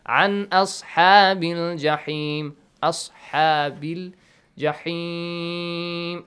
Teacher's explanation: Noon must be clearly pronounced as if there is no rule applied. As if you don't know anything about tajweed.